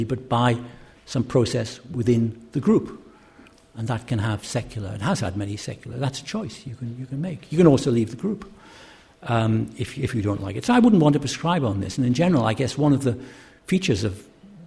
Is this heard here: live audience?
yes